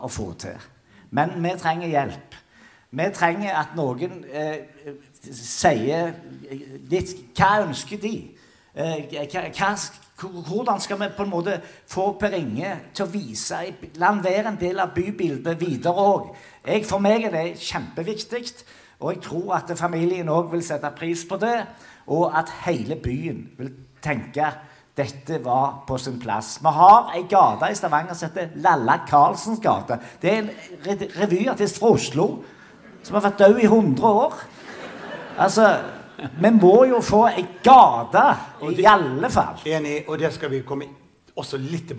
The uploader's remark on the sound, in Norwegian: Innspilt i kinosal 1 på Sølvberget bibliotek og kulturhus